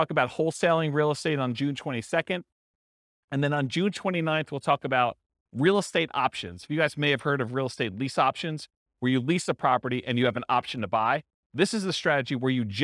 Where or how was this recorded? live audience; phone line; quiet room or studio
live audience